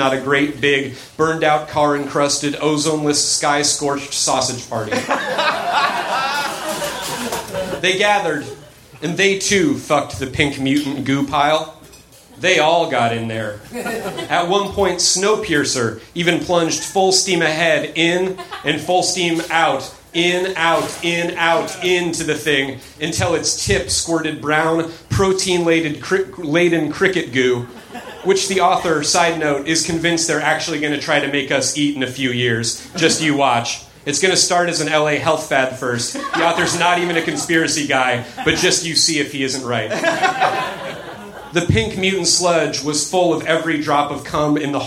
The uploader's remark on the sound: Recorded September 21, 2014 at The Virgil in Los Angeles.